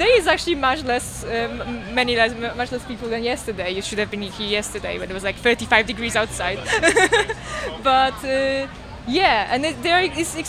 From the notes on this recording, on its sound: We caught up with some of their representatives to find out more at the Europe Festival in Taipei. We caught up with some of their representatives to find out more at the Europe Festival in Taipei.